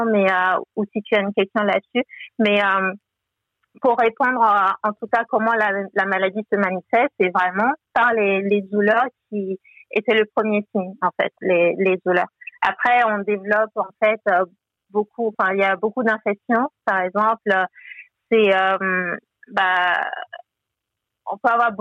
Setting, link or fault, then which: link, phone line